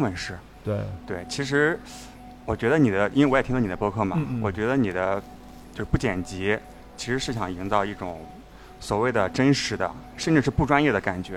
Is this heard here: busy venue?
yes